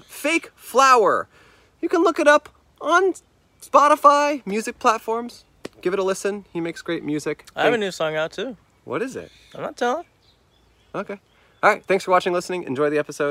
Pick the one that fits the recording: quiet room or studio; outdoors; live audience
outdoors